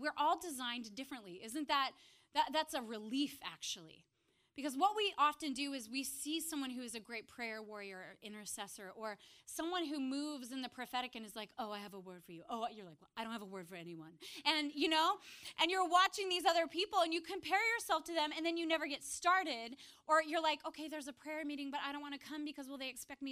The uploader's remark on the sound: preached this message on January 7th at our Upper West Side communiy